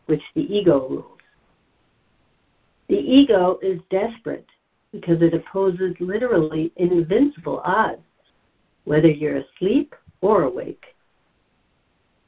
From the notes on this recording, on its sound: ACIM Daily Conference Call